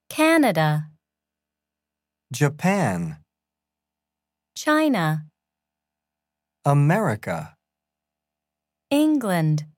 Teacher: Notice how the vowel in the stressed syllable is extra long. · Term: vowel length